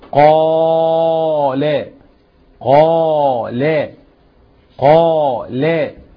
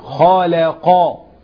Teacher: قا مع الألف اللي بعدها دي بتديها تفخيم أكبر · Shown in: first take